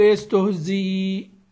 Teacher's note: النوع الثاني عشر الساكنة بسكون عارض مفتوحة بعد كسر وصلا، وهي قرئ ولقد استهزئ. ففيها وجه واحد إبدال الهمزة ياء إلحاقا باللازم، ويصح إبدالها ياء مفتوحة ثم تسكن للوقف، فيتحدان لفظا ويختلفان تقديرا.